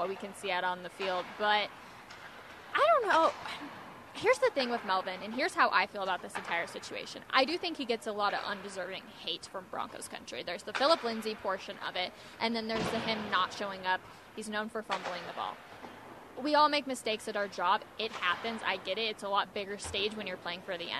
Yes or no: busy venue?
yes